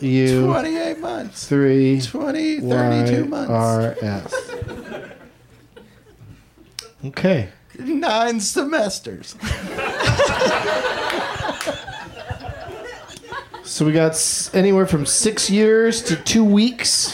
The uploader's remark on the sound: Live from the UCB Franklin